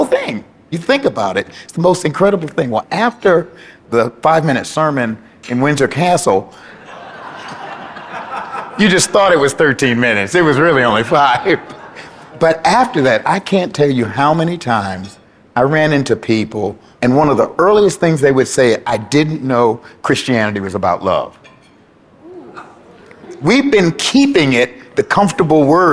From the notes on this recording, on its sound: This live conversation. Was recorded at the Yale Club in New York City inMay 2023.